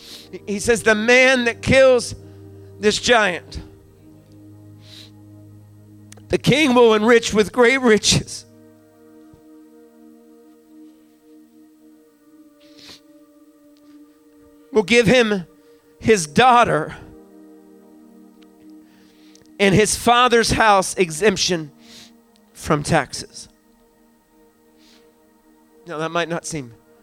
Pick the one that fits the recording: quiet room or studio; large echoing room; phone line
large echoing room